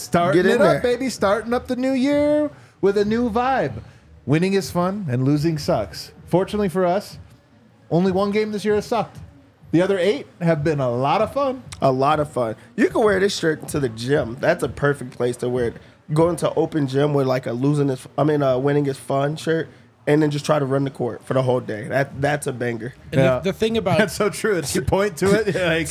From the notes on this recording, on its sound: come to you LIVE from the DNVR Bar